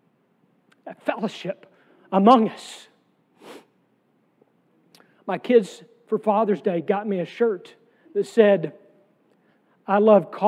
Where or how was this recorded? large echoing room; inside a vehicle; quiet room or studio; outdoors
large echoing room